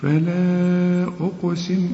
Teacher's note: والقاف بقى قلقلها لأننا متفقين كل قاف في القرآن عليها سكون قلقلها. هم خمس حروف، قطب جد، قطب جد، ما دام الحرف عليه سكون أو توقف عليه لازم يقلقل.